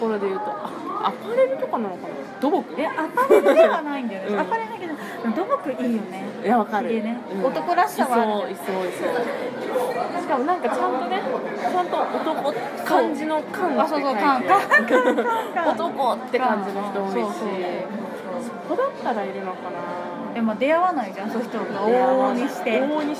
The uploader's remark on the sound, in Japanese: スタバで話してたから雑音が…